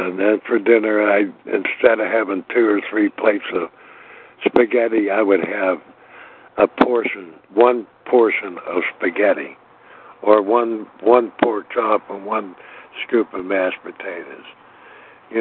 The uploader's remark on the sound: from the 100 Pounders Phone Meeting, 6/18/23.